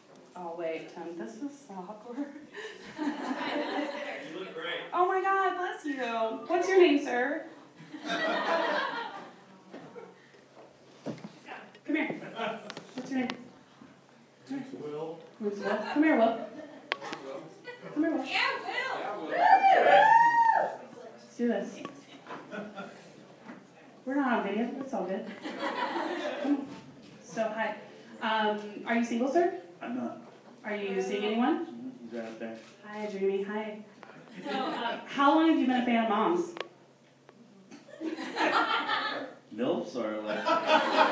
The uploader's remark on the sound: It's my first time doing Motherhood in Hollywood in front of a live audience and it was a hoot. We also raised money for an organization called No Kid Hungry during this show so you will hear me giving away prizes and harassing the audience.